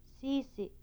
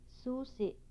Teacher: The following words illustrate minimal pairs contrasting the high front vowel and the high back vowel.